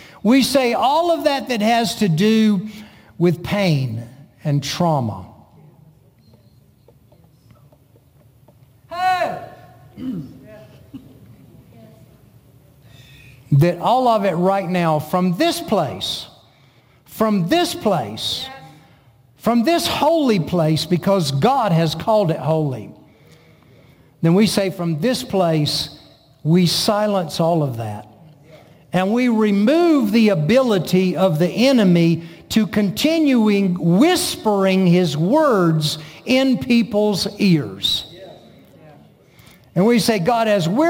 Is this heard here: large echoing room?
yes